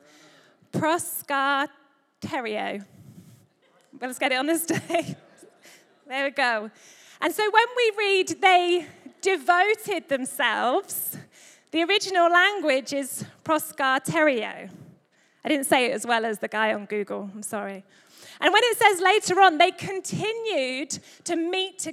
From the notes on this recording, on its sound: Recorded live at Life Church on the 12th November 2023.